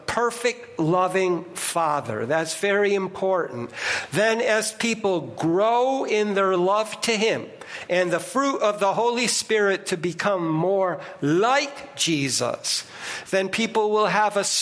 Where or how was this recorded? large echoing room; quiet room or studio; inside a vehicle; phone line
large echoing room